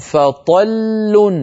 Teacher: لام واحدة، مع أنها في الوصل لامان